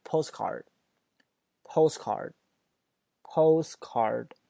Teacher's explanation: 那个 post 那个 t 就没有了 · 那两个爆破音在一起的时候，前面爆破音就不发音了 · Term: 失去爆破